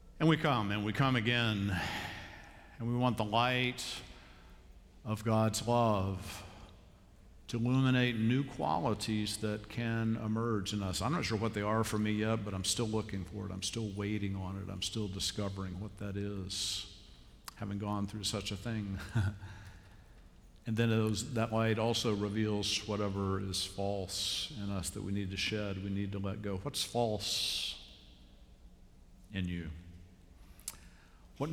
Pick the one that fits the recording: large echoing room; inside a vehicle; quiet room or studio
large echoing room